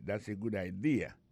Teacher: accent vient tomber dans la deuxième syllabe là